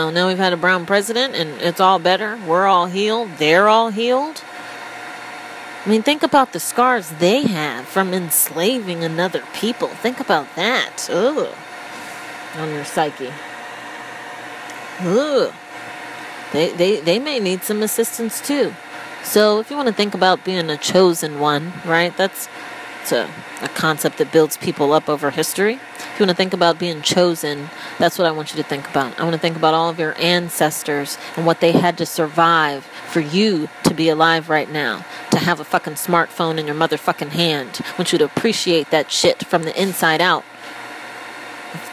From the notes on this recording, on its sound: Apologies in advance: I seemed to think it was a good idea to record while under the hair dryer?!